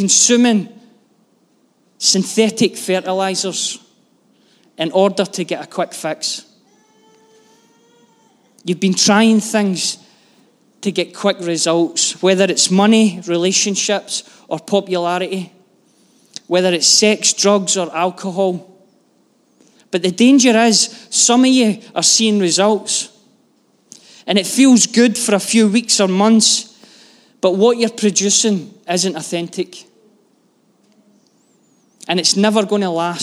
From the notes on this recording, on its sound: Live from our Sunday gathering on 05/02/23